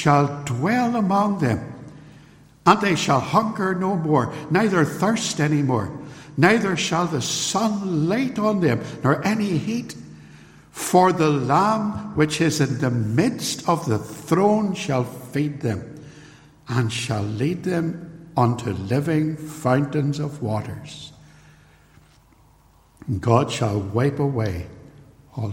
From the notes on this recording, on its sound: This sermon was recorded at Templepatrick Reformed Church, and is used with their permission. It is raw, and unedited.